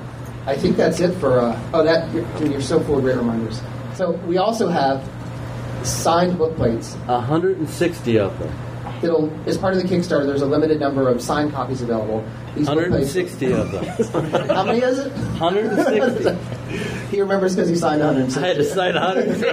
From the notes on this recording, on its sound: Gary Con Goodman Games Seminar. On Friday morning, we recorded the “What’s happening at Goodman Games” seminar.